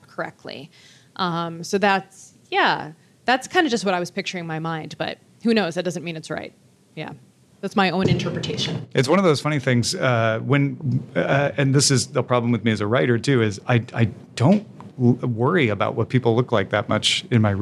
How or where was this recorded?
busy venue